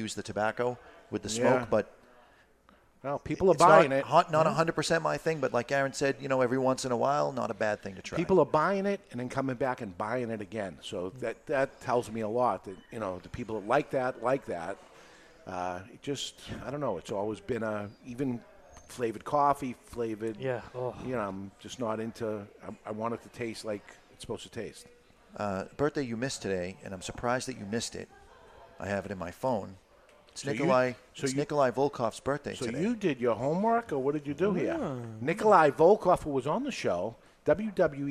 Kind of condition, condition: setting, live audience